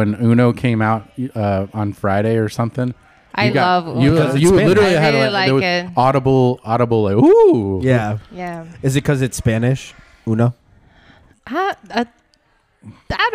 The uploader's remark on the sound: Live from Hershey!! Coming to you live from Hershey, PA.